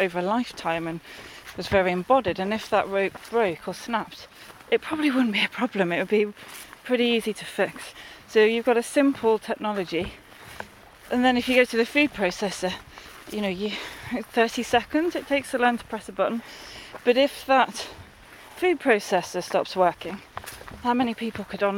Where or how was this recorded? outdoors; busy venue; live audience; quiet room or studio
outdoors